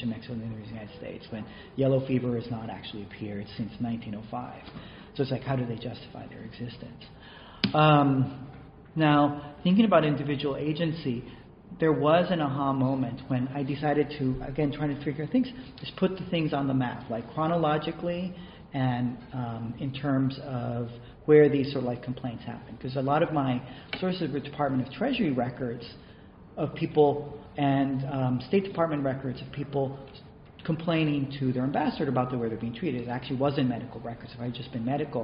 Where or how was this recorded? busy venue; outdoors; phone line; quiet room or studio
busy venue